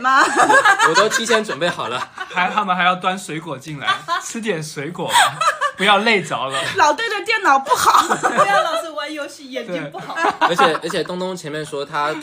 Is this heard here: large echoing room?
no